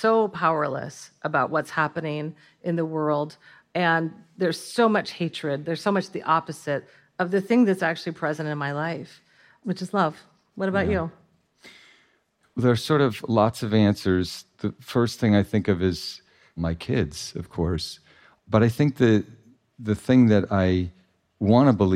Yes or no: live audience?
yes